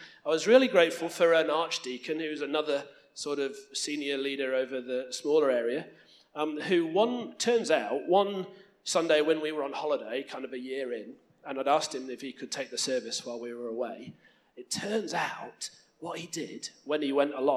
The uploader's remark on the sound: Part one of two recorded during the 33rd Queensland Synod in October 2017.